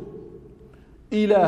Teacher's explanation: اللام، واللام مخرجها من طرف اللسان مع ما يحاذيه من لثة الأسنان العليا، والألف ومخرجه الجوف، إله والهمزة مخرجها أقصى الحلق